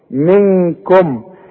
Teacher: نون بدون تشكيل بعدها كاف من حروف الاخفاء هنا تغن لازم بمقدار حركتين